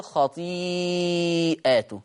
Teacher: أما ورش فيقرأ بالجمع خطيئاته بفتح الهمز وألف بعدها فيصير مد متصل